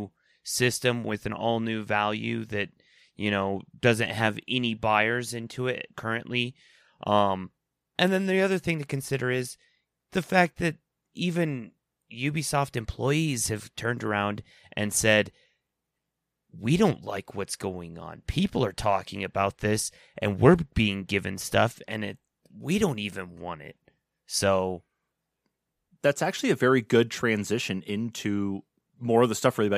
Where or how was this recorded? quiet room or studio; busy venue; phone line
quiet room or studio